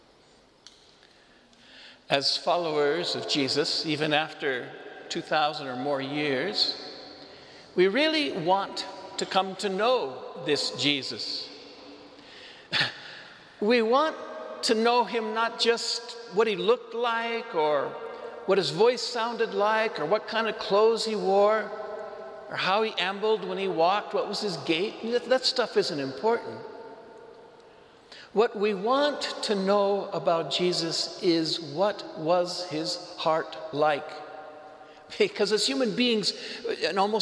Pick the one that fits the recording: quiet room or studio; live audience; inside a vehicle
live audience